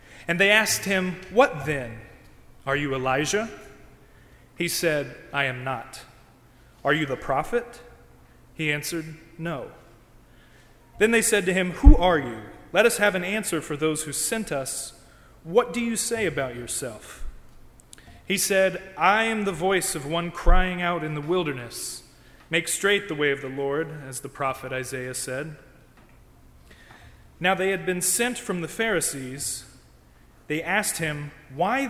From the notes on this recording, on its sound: During the Crossroads service (9:30 am) on Sunday June 12, 2016, at First Presbyterian Church of Arlington Heights, Illinois. Part of Music Appreciation Sunday.